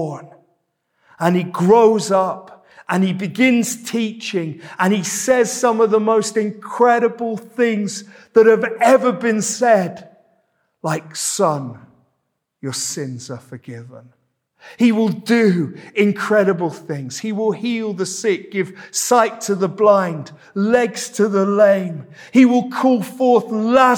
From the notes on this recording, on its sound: This sermon was preached at Welcome Baptist Church